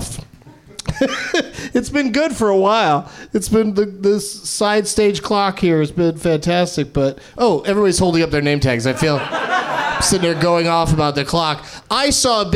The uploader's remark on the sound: Live from the NerdMelt Showroom in Los Angeles